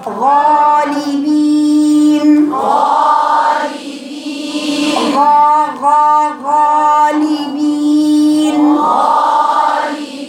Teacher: كلمة غالبين دي يا بناتي لا الغين ولا اللام ولا الباء ولا الياء ولا النون فيهم همس · Term: الجهر